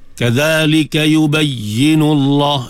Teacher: yubayyi ya ada syaddah, tekankan sempurnakan syaddah dia